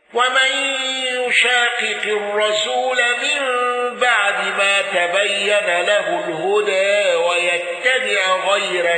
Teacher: الأزرق بالإشباع وترقيق الراء وترقيق راء مصيرا ثم تفخيم راء مصيرا مع فتح ذات الياء